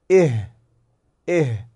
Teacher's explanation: أن هذا الحرف يخرج من منطقة الحلق بعد حرف الهمزة مباشرة · Term: حرف الهاء